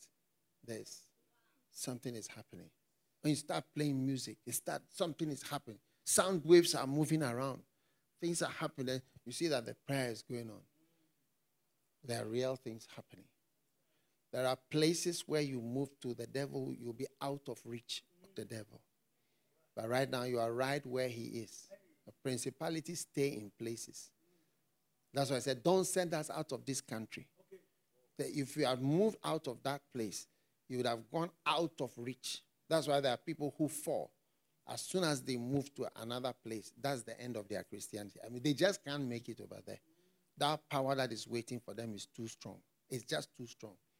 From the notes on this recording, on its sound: Preached at the FLOW Church.